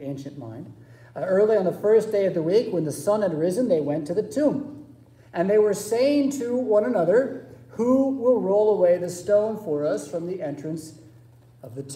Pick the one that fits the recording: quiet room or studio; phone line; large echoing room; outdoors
large echoing room